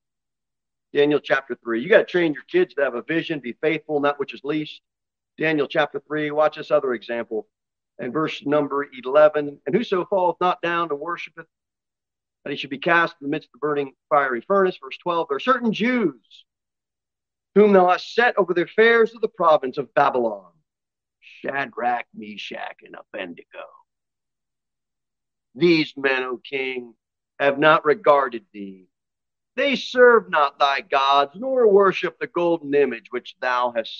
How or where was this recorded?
large echoing room